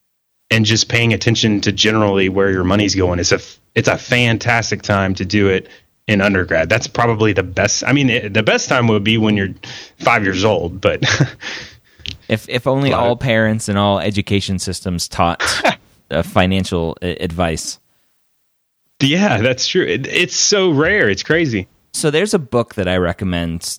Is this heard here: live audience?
no